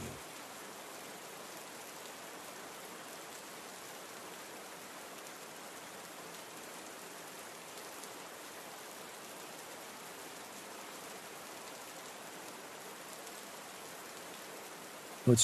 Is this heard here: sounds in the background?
yes